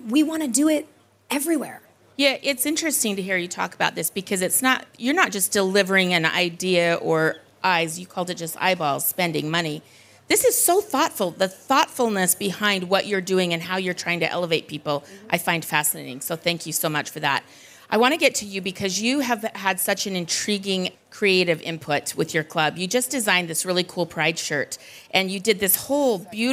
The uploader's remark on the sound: We’re going to Cannes, France and bringing you a panel from Sport Beach which was hosted by Stagwell Inc. During last month’s Cannes Lions.